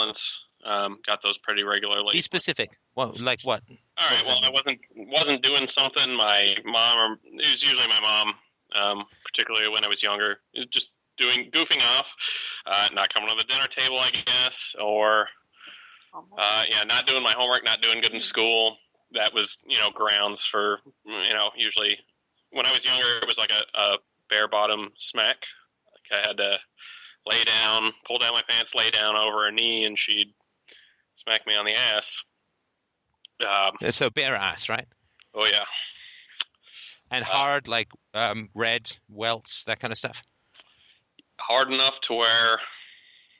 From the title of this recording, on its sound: Saturday Call In Show